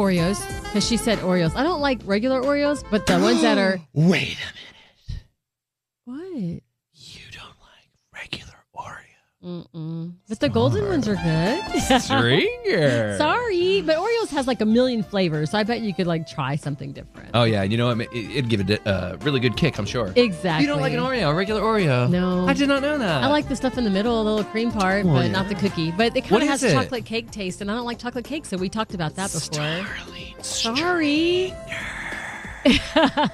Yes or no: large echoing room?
no